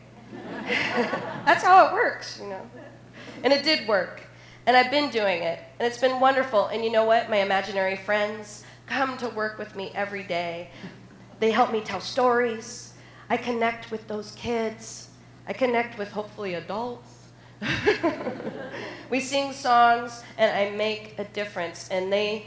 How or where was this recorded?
live audience